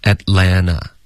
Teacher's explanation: 在美式的发音中两个 T 都肯定省略 · 一个 N 加一个 T 加一个元音，在美式发音中这个 T 的音几乎肯定会省略 · Term: T 省略